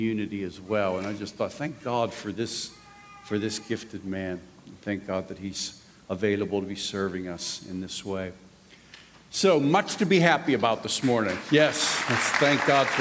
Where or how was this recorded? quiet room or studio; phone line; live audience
live audience